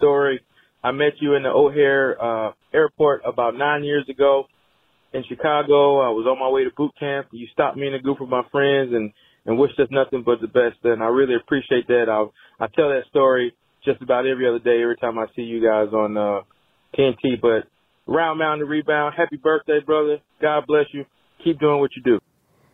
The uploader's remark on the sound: calls